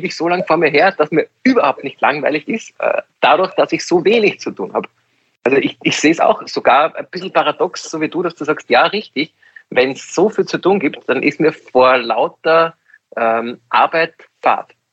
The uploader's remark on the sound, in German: Auch wenn die Drei jetzt wieder nicht auf der Bühne stehen können. Finden ihr Publikum auch, indem sie einander via Skype am Abend beim Reden zusehen.